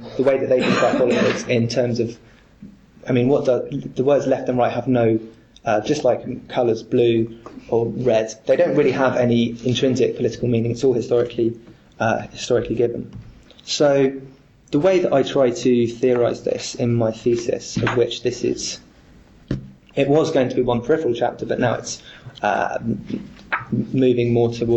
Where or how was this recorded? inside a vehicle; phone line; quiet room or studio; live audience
live audience